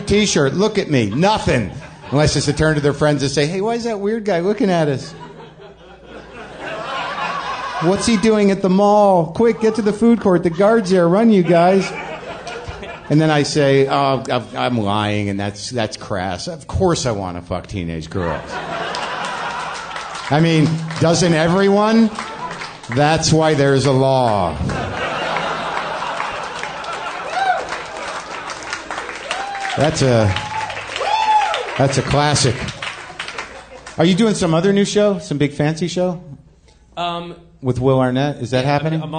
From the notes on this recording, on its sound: Back at Comix in New York City for another live WTF